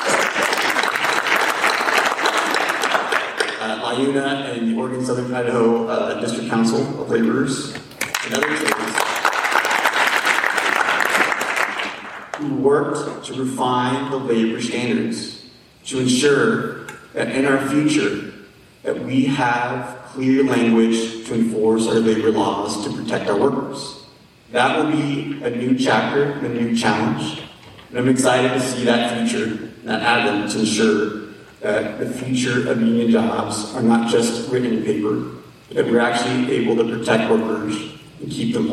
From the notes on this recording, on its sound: a captivating panel discussion from the 2022 Oregon AFL-CIO convention